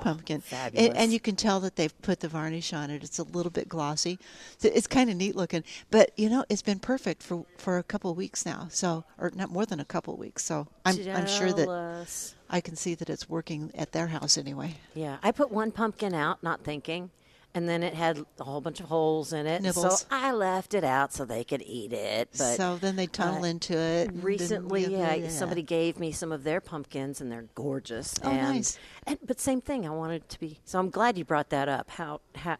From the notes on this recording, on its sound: Plant Experts Live at Prairie Gardens.